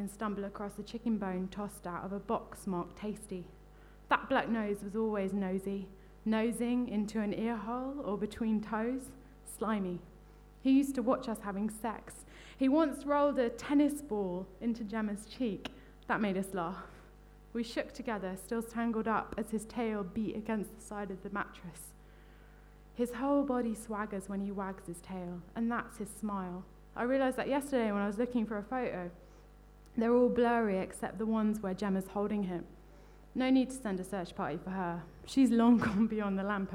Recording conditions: live audience